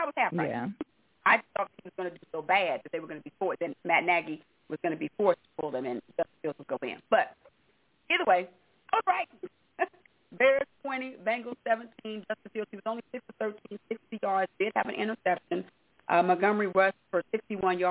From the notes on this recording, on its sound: your phone calls